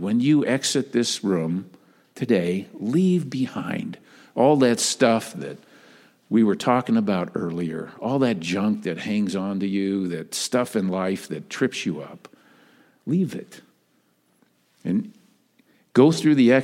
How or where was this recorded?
large echoing room